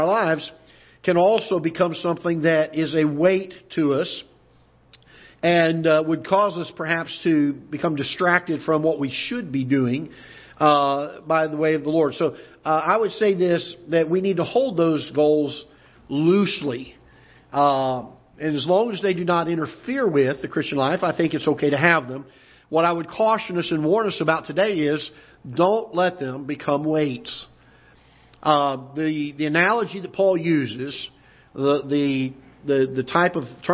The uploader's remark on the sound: Ketha Heights Baptist Church ~ Live Broadcast